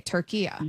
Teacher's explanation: It's a short A at the end, not the long A.